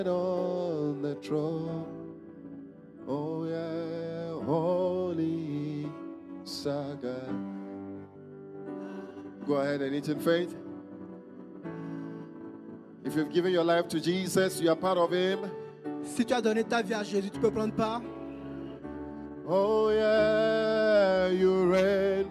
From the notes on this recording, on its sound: Preached during Joyful Hour Sunday Service